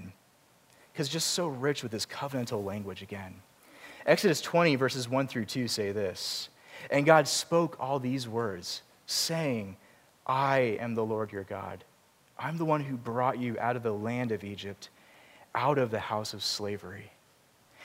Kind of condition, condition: setting, large echoing room